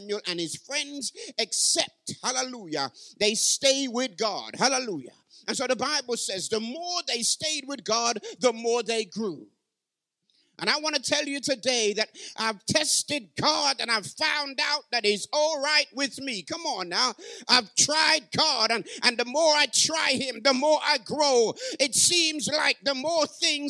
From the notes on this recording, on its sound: Live from Parkside Community SDA Church.